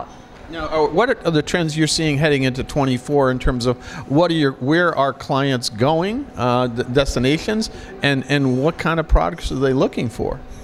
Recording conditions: busy venue